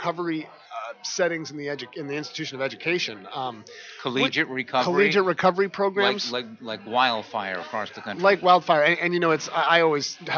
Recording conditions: busy venue